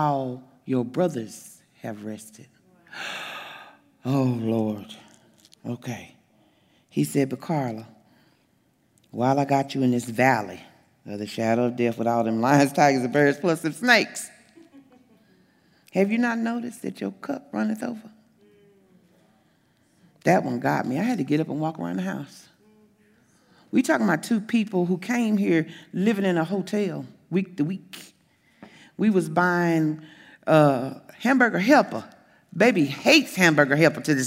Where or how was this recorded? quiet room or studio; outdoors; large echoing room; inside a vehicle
large echoing room